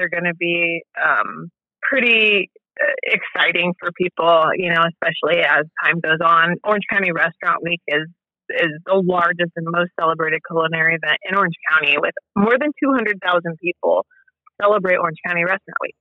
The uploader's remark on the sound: This is a great little episode we recorded over the phone.